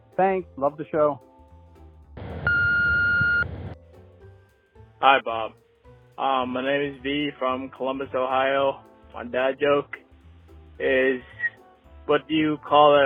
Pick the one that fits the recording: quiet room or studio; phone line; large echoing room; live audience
phone line